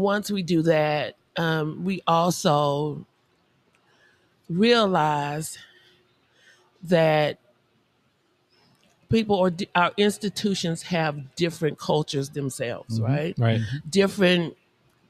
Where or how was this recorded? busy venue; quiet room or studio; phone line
busy venue